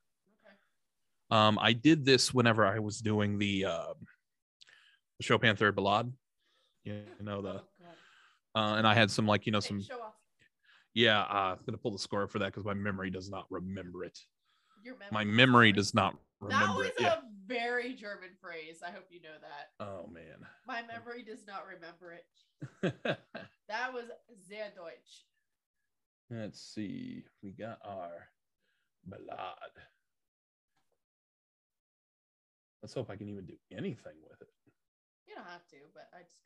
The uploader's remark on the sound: This episode is in two parts thanks to Zoom